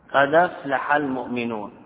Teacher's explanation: نحو قد أفلح بفتح الدال مع إسقاط الهمزة